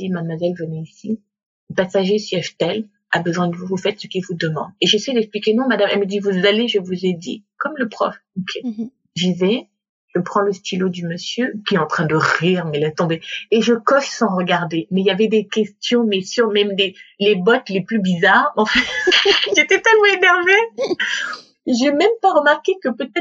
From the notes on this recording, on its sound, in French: Dans cet épisode enregistré à distance